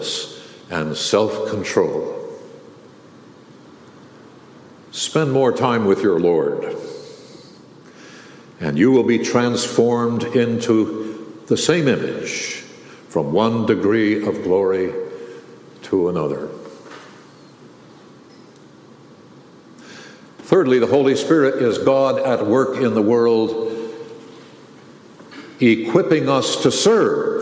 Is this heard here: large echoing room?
yes